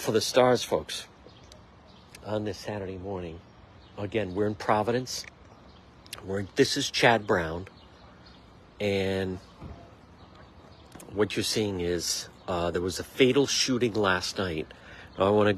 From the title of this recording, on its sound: on-the-scene Livestream in Chad Brown